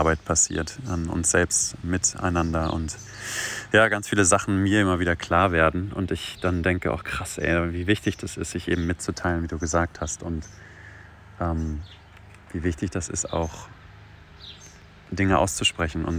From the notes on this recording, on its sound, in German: Aus privaten Sprachnachrichten wird nun ernst - aus dem Smartphone in die Öffentlichkeit!